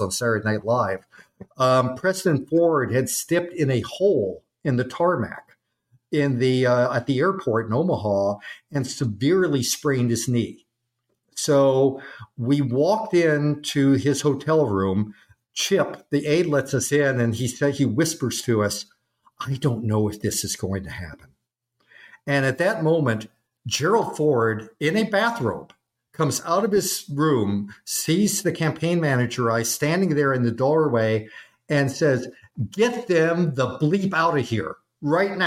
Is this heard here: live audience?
no